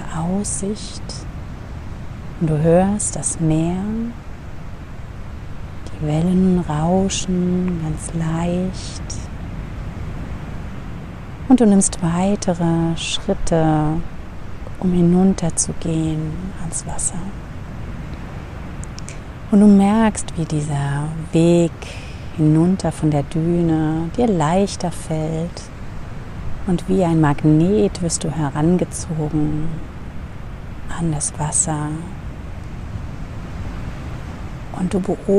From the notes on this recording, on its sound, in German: In der heutigen Meditation nehme ich Dich mit an die Atlantikküste. Als Hintergrundgeräusch begleiten Dich die echten Wellen des Ozeans, denn ich habe die Episode am Strand für Dich aufgenommen.